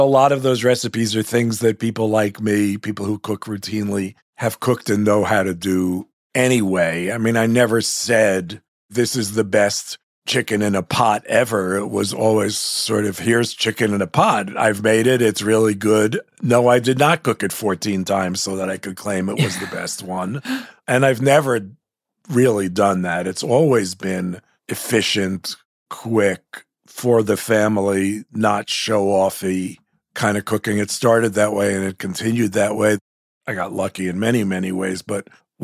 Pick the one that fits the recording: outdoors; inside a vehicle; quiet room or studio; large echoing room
quiet room or studio